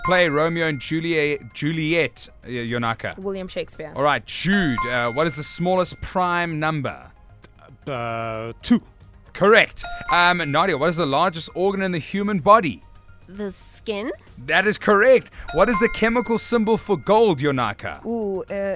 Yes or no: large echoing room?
no